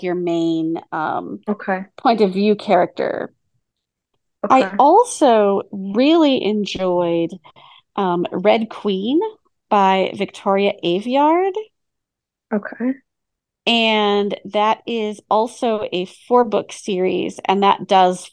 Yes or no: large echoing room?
no